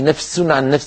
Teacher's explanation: تجد بأن السين طغى صوته على صوت الفاء، فلا بد أن نعطي الفاء حقها من الرخاوة، والرخاوة جريان الصوت في زمن.